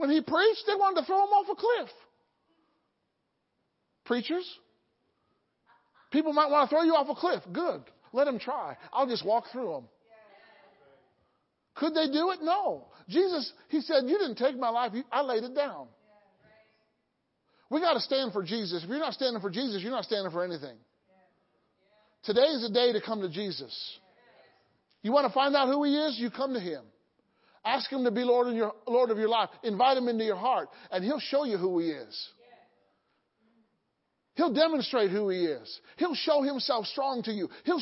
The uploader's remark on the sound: Sunday Morning Service